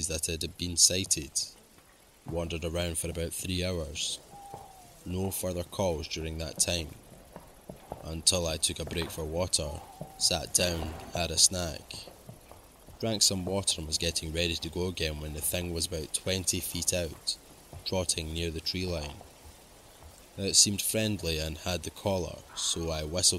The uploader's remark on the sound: 5 Forest Ranger Stories with Forest Sound Effects. Told in the woods at night.